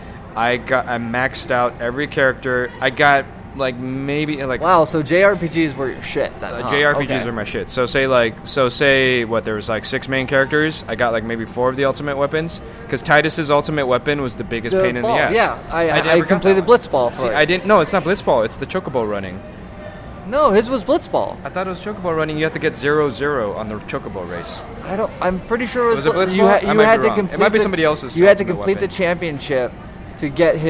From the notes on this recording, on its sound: This was recorded on Sunday at Anime California 2016. On location episode.